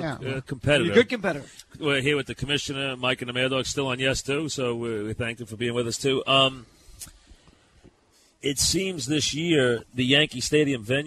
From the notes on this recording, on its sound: Broadcasting live from Yankee Stadium before the 2008 All-Star Game